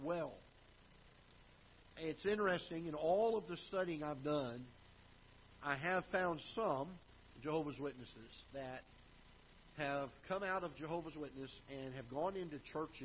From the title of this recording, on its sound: Ketha Heights Baptist Church ~ Live Broadcast